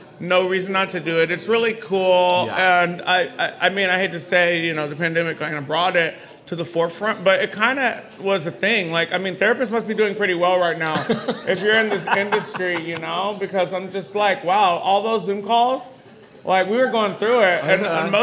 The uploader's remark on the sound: recording a live episode with a dynamic crowd at Tulips in Fort Worth